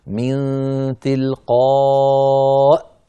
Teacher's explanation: فتقف بهمزة ساكنة، والياء التي تراها أمامك في رسم المصحف هي كرسي للهمزة، تكتب ولا تنطق الياء بل تنطق الهمزة.